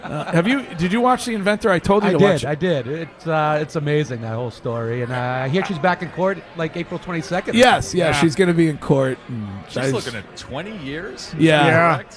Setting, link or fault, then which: setting, busy venue